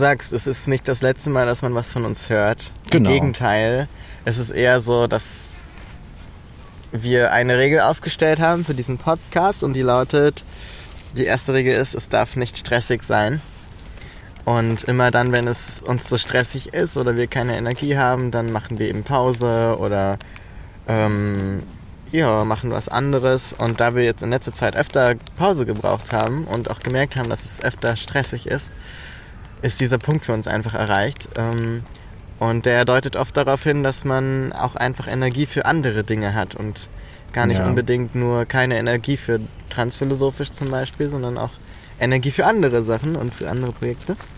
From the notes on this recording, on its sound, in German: Diese Freilandfolge wurde zudem unter besten Zuchtbedingungen mitten im Volkspark Rehberge aufgezeichnet.